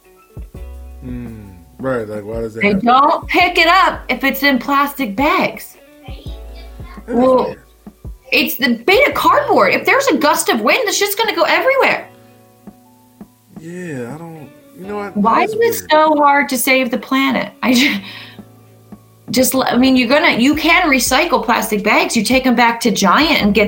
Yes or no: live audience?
no